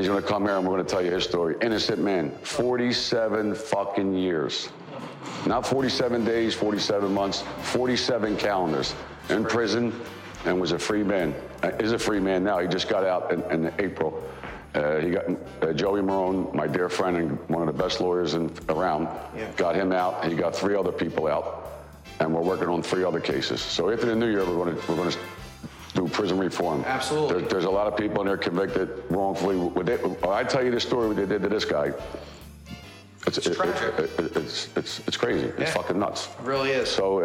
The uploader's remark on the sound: live at their turkey drive